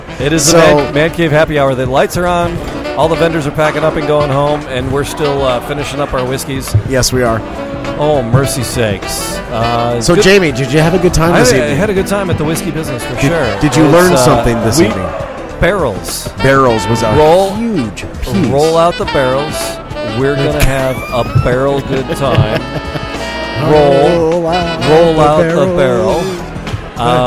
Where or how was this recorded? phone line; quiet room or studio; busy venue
busy venue